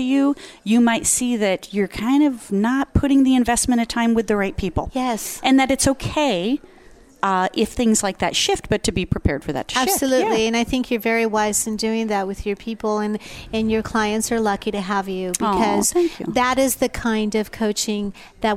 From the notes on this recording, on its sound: Live at the California Women's Conference. Join VoiceAmerica and Special guest Hosts as we Broadcast day 2 Live form the Largest Women's conference in the USA! We will be live for 2 days bringing you all the event action, keynote speakers and VoiceAmerica hosts.